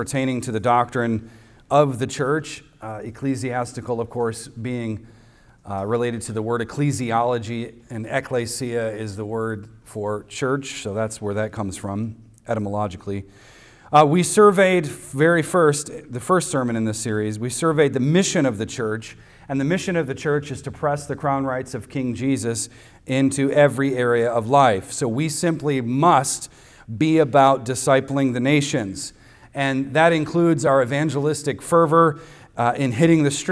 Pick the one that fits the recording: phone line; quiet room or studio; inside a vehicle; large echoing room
large echoing room